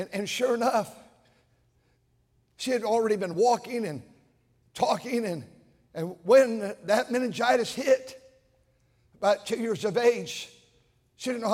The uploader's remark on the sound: during the Sunday Morning service on December 31, 2023, at North Valley Baptist Church in Santa Clara, California.